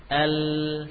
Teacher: Jadi yang ditempel adalah bagian gusi, ya, bukan bagian gigi. · Term: lam